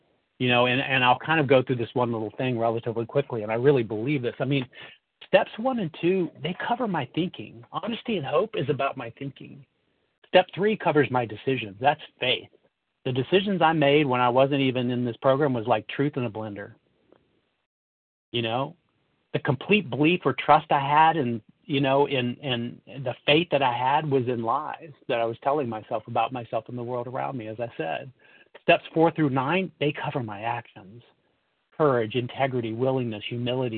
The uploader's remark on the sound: 100 Pounders Phone Meeting, 11/21/23